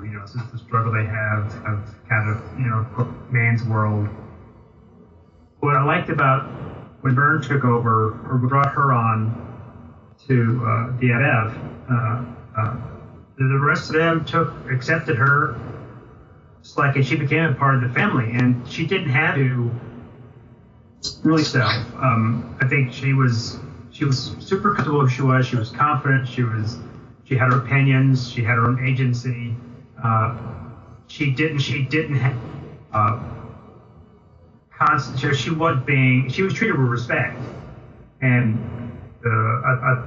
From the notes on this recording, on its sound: We had some technical problems during the recording, so the sound is not to our high standard.